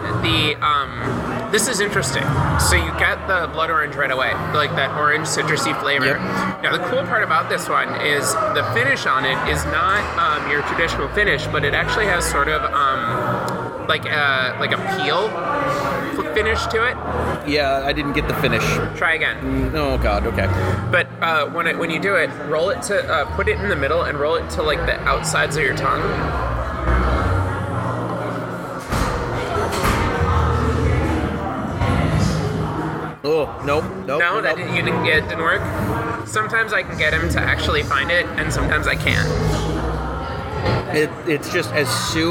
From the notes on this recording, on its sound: Lake Monster Brewing , in Saint Paul, MN. We'll have tastings of several brews recorded at Lake Monster.